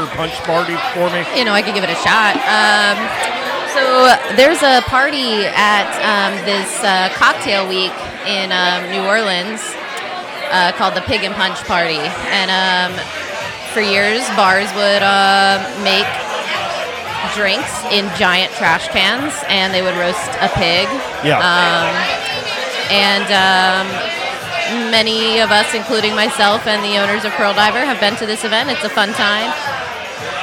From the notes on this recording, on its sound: Live at the Punch Party. Getting the opportunity to record at this community event.